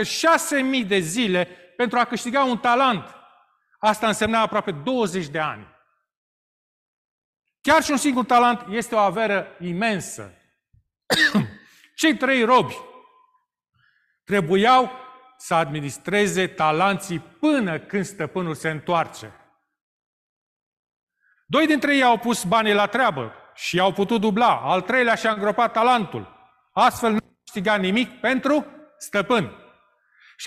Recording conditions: large echoing room